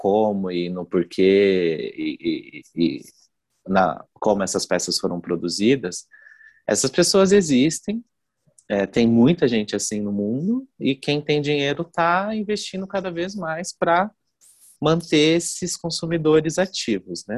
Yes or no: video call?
yes